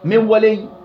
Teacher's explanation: من يشاء ذهبت ذات النون أصبحت ياء، وبقي صفة النون اللي هي الغنة. من ولي كيف ذهبت ذات النون أصبحت واو، وبقي صفة النون ألا وهي الغنة